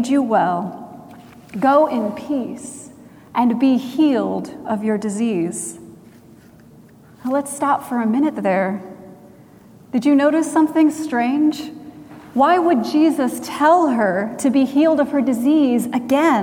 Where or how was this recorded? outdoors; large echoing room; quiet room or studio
large echoing room